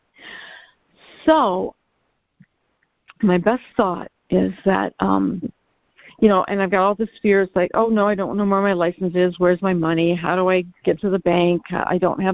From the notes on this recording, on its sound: ACIM Daily Conference Call.